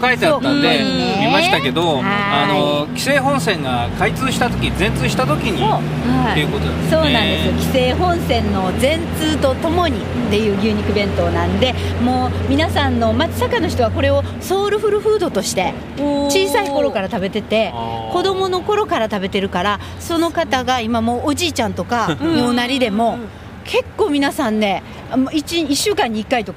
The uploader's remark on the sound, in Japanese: 実車収録 HC85系で紀伊長島まで行って来ました！